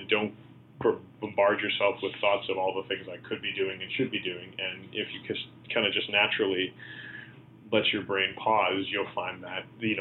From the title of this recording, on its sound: On The Phone